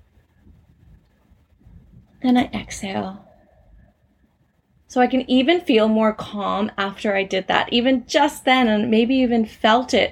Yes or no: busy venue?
no